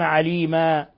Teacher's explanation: عليما تنوين فتح نقف عليه بالألف المبدلة عن التنوين، تمد مقدار حركتين فقط. فإن الله كان به عليما، عليما، لا تقل عليما ولا تقل عليما، عليما خطأ وعليما خطأ أكثر من حركتين.